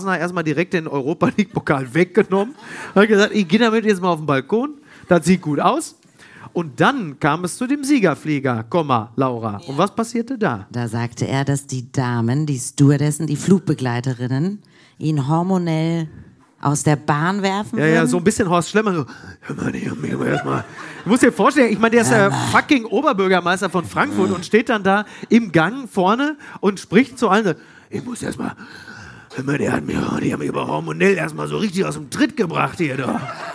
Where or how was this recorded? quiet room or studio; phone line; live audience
live audience